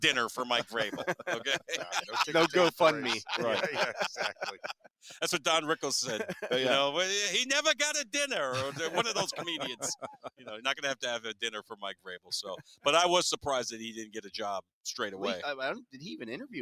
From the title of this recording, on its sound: The Drive LIVE from the NFL Combine